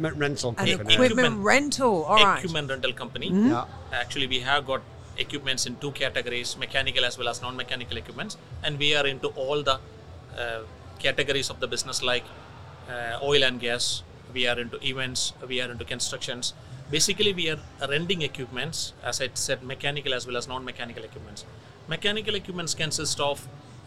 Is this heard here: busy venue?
yes